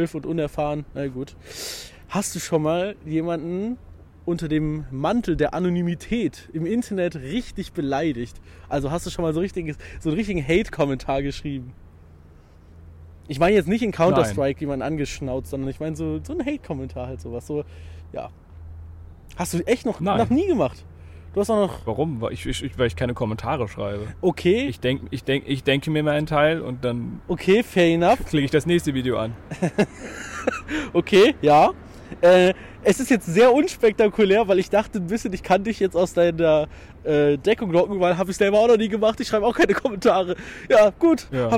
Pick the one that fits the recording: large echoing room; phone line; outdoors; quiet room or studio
outdoors